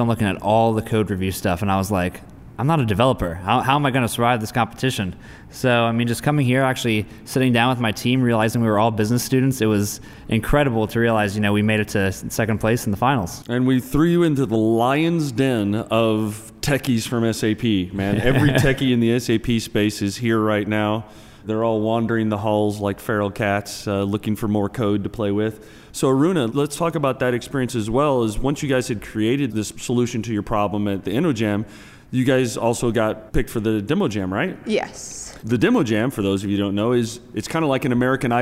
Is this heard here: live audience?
yes